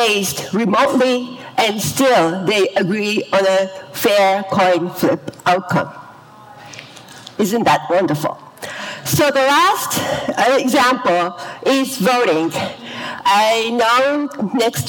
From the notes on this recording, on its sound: Three brief talks from the recent New Context Conference